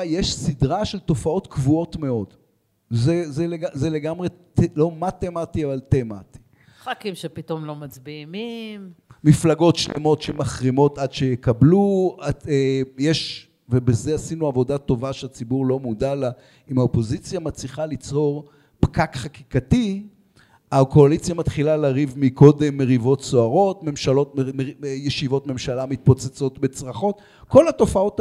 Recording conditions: live audience